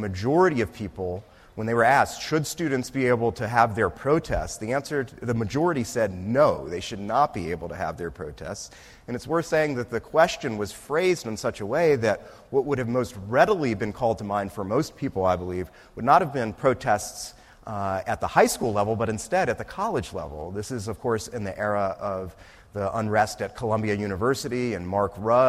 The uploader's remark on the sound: This talk was recorded on October 4, 2018, as part of the Law School's annual First Monday lecture series.